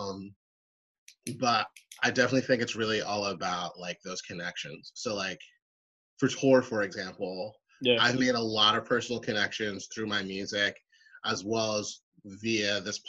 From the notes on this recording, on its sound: This episode was done over a Zoom call